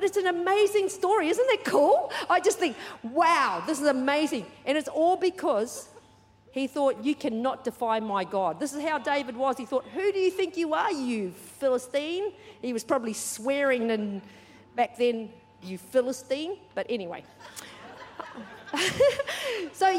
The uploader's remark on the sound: Recorded during our 5pm service on Sunday, the 24th of September 2023.